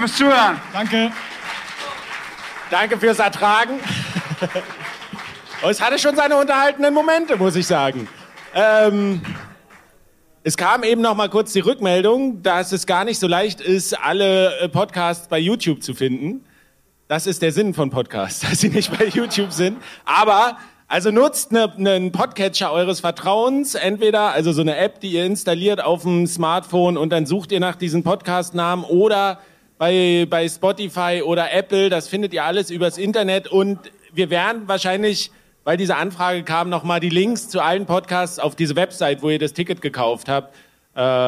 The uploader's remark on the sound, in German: 18 deutschsprachige Bitcoin-Podcasts gemeinsam und kongenial auf einer Bühne vor Publikum. Zu einem Arbeits- und Vernetzungstreffen in Leipzig. Direkt einen gemeinsamen und kongenialen Live-Mega-Mashup-Bitcoin-Podcast vor Publikum auf.